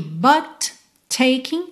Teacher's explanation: você junta num T só